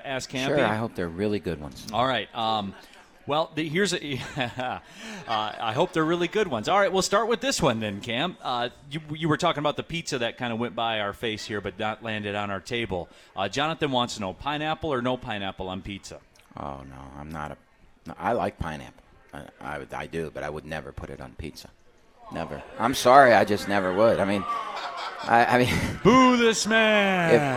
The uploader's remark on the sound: live from RJ's Pub in Rochester Hills!